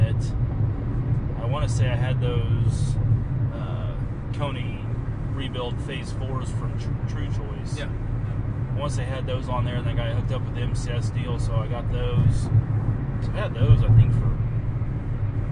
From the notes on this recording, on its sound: Recorded at show after landing in Atlanta. Almost crashed the rental car on multiple occasions during this recording.